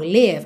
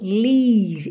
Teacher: live é curtinho, é mais vertical, live. Aqui é o leave. Então, saboreia esse som, lembra de deixar ele compridinho